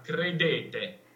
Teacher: Quindi la de è chiusa e la te, se ascolti bene, è più aperta